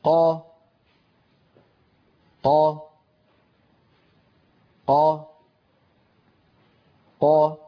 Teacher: كيف أن الصوت ينحبس خلف مخرج القاف وهو أقصى اللسان مع الحنك اللحمي، ثم ينطلق الصوت · Term: قاف مجهورة فصيحة